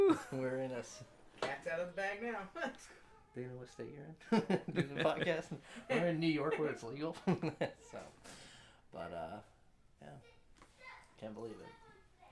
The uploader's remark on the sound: Sorry for the sound quality and children in the background, we only had one shot to make this happen.